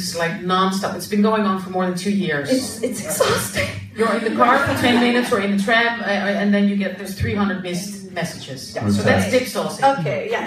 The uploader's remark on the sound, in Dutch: This recording is from our very first Live show. Unfortunately technology failed us back then and the recording was lost. Onze eerste Dipsaus live podcast is een feit. Dipsaus was te gast bij het Read My World festival in de Tolhuistuin in Amsterdam Noord.